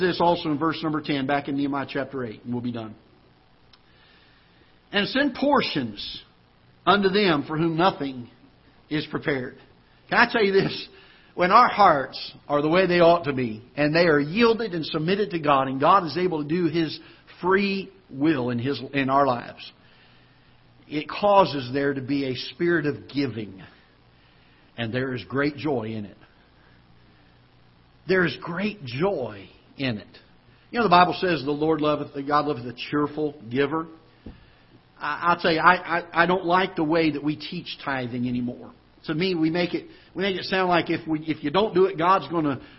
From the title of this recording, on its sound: Ketha Heights Baptist Church ~ Live Broadcast